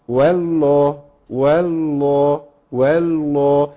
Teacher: بيجيب اللام الاولى مرققه طبعا للواو فتقول وال وانت تخش على اللام المفخمه